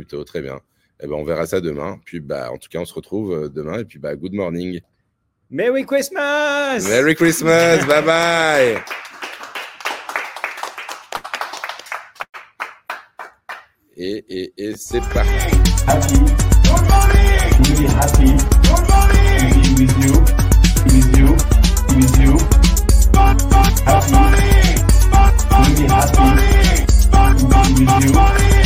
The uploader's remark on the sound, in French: Aujourd'hui nous étions en direct de la NFT Factory à l'occasion de l'ouverture du marché de Noël. Aujourd'hui nous étions en direct de la NFT Factory à l'occasion de l'ouverture du marché de Noël.